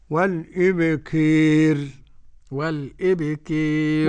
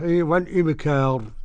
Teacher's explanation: والإبكار، قولها كده، والإبكار، وقرأ أبو عمرو وقرأ دور الكسائي بالإمالة الكبرى · Shown in: first take